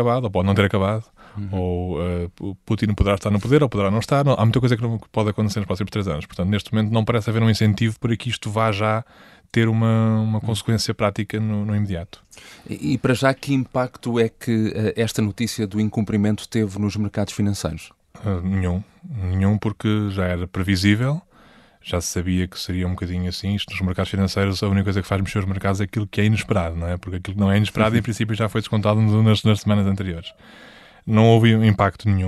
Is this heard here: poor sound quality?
no